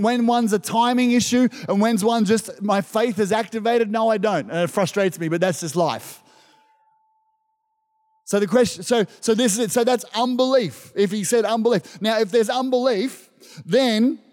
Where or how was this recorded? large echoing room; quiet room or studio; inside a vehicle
large echoing room